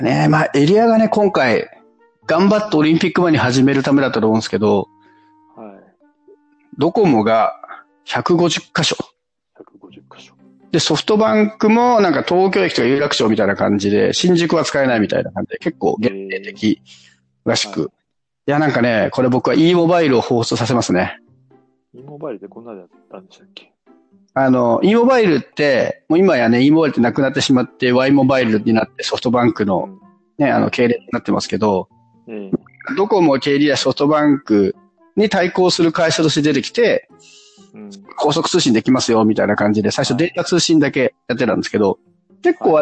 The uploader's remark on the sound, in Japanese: 音質注意】 今回も音質不良のため番外編扱いで配信します。最初はできるだけ音量を低めにして再生してください。